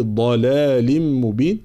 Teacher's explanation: هذه ضاد مخرجها حافة اللسان مع ما يحاذيها من الأضراس